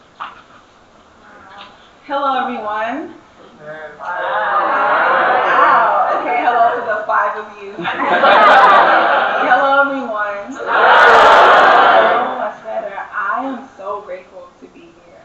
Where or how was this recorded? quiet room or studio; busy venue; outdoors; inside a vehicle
busy venue